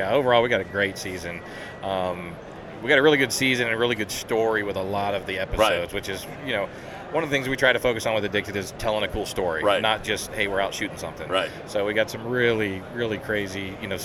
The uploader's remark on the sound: ATA 2020. At the ATA Show in Indianapolis, IN during the Browning Trail Cameras takeover of The Break Podcast.